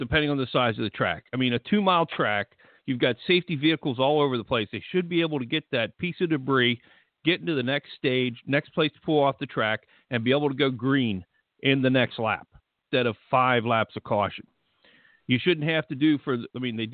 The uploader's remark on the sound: Taking your phone calls